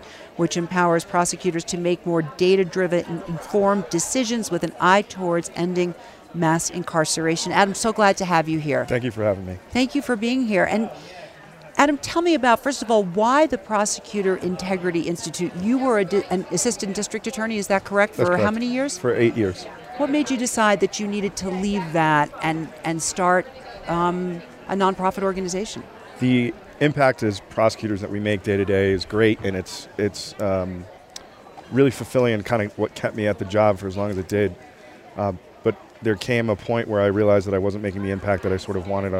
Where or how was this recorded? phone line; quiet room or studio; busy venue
busy venue